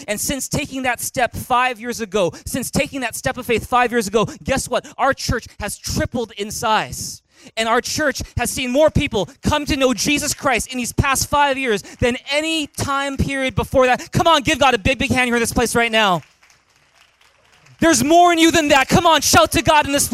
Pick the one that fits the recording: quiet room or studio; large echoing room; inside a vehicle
large echoing room